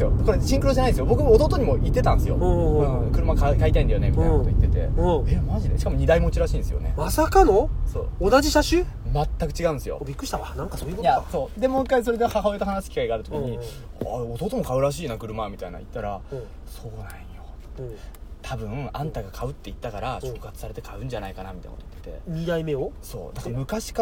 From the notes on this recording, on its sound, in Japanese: 仕事終わりの営業車の中で、いつものようにくっちゃべっています